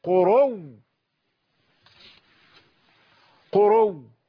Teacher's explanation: طيب احنا معنا واو اخرى، الواو التي بعد الراء، وجاءت الهمزة واو كمان، ماذا نفعل فيه؟ ندغم الواو في الواو، فيكون الادغام بعد الابدال